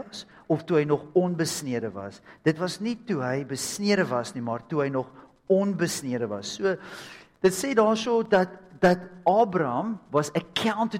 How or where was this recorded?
large echoing room